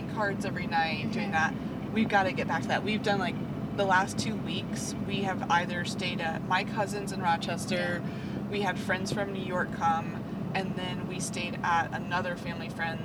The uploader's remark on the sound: We apologize for the background hum! We won't do anymore podcast in the car!